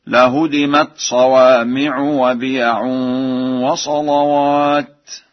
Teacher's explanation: قرأها ورش بتخفيف الدال